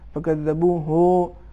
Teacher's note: اس میں انہوں نے پیش کو زیادہ کھینچا